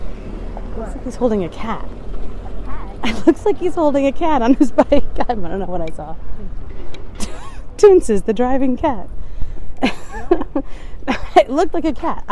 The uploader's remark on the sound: explores the sounds of the city at night while they walk through the streets of Florence